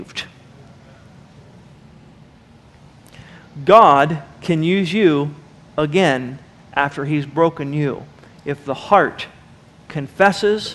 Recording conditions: large echoing room